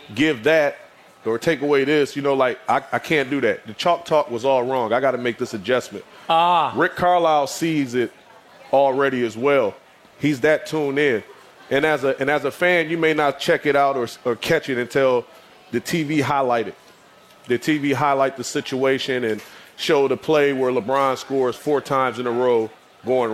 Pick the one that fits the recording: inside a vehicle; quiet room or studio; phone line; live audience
live audience